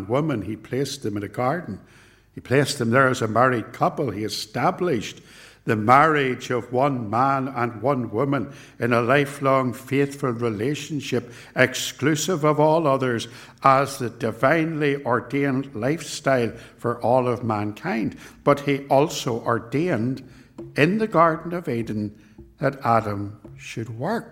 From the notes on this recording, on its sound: This sermon was preached at Ballymacashon, and at Templepatrick Reformed Church. It was recorded at TRC, and is reproduced here with their kind permission.